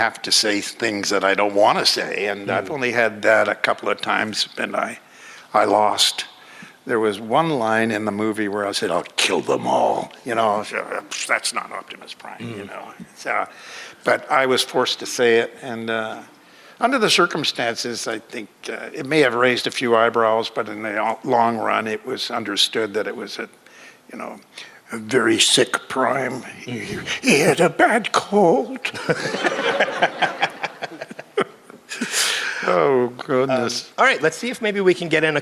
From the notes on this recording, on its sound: audio from our panel at FanExpo Philadelphia last year